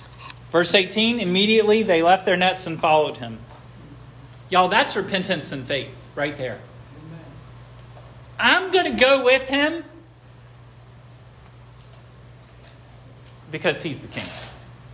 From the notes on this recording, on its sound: This sermon was preached at Hope Fellowship